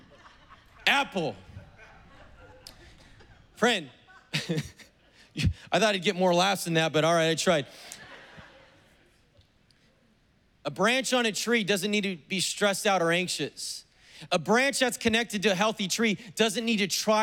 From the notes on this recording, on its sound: was preached on September 26th at the 11:30AM service